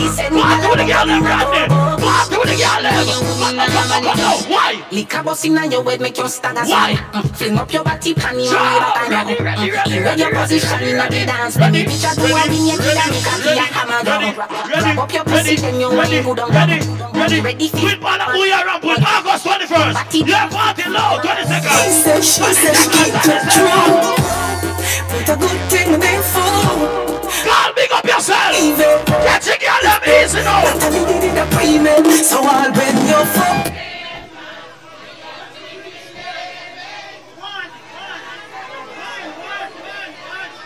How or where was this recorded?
busy venue